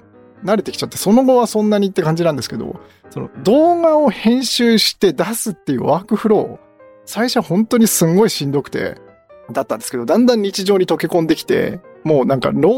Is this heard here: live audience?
no